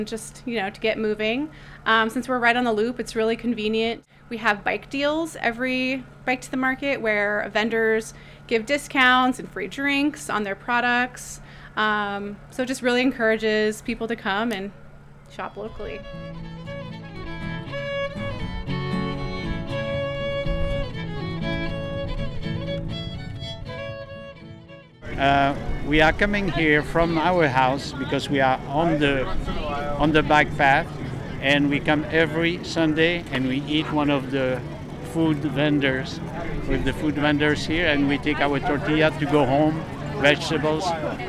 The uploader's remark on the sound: Reports from the Rillito Park Farmers Market at the March Bike to the Market Day ! Collage of interviews and live music--sounds you can hear at every Heirloom Farmers Market.